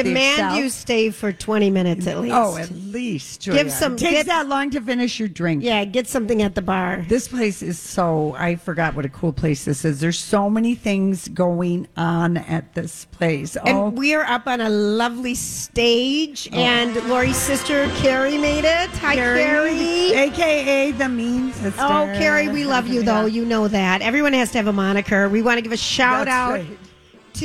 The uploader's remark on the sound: Live from Gay 90s